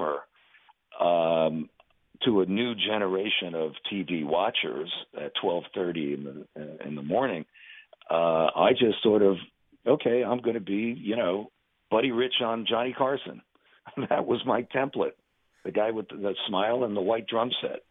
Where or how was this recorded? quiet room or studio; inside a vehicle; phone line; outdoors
phone line